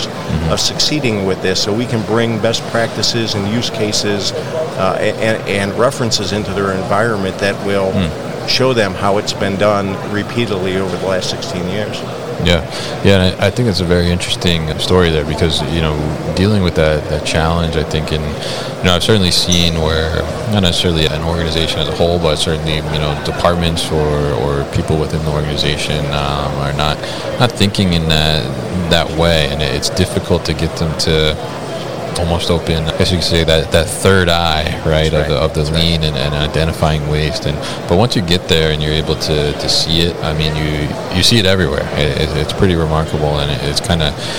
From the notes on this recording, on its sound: Newcastle Systems at MODEX 2022